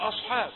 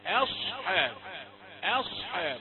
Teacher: أصحاب، خذ بالك يعني ننتبه إلى أن الهمزة رقيقة والصاد مفخمة، فلا تقل أصحاب، هذا يقوله غير مجودون، أما المجودون فيقولون أصحاب، أصحاب، الصاد مفخمة لكن ما قبلها وما بعدها مرققان · Shown in: second take · أ وحا، فهذان الحرفان مرققان، فلا ينبغي أبدا أن يؤثر القوي في الضعيف.